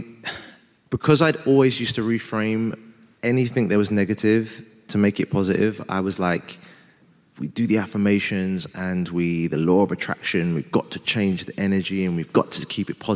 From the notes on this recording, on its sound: I'll be dropping the recordings of our How To Fail live shows, held at Shoredtich Town Hall earlier this year. With me and with the audience. During the Q&A. This episode was recorded live at Shoreditch Town Hall.